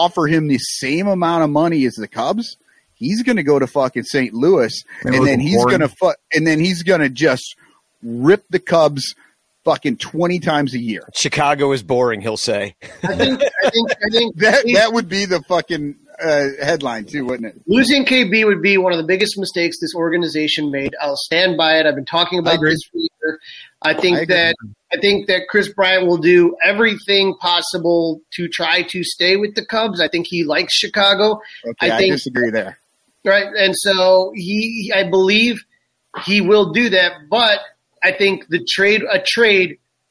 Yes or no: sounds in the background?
no